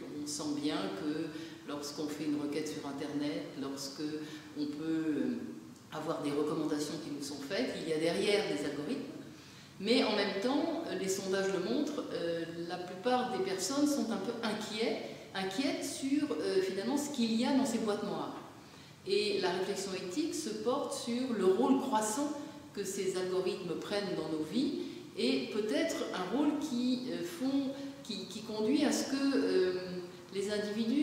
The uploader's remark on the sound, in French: Émission réalisée en direct des Universités d'été de Ludovia, à Ax-les-Thermes, en partenariat avec la Ligue de l'Enseignement.